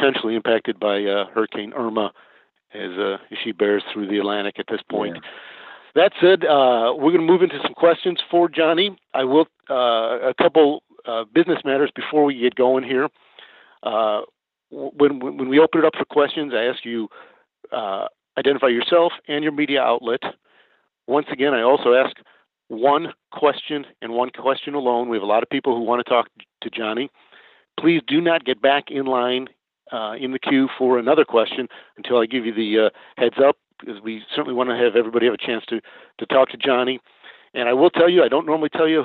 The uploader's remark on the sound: This is the full audio from the September 6, 2017 GFW Media Call